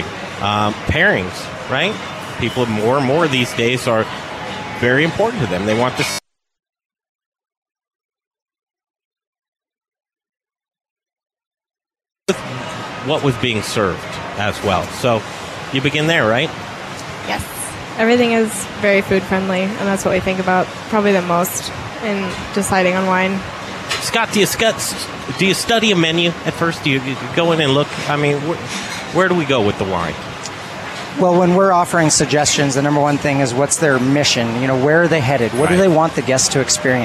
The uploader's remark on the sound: We're live from inside the kitchen from the Bindery to promote their "Chefs Table" option for dining in this hot new Denver restaurant!